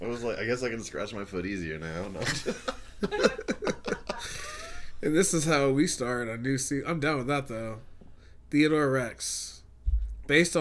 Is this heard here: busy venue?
no